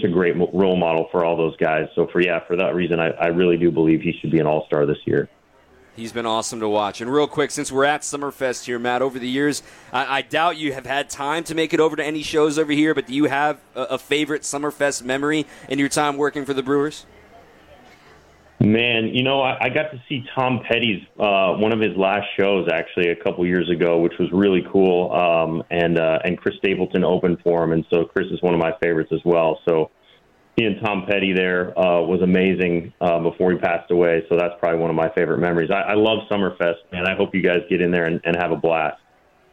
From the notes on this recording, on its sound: Live From Summerfest.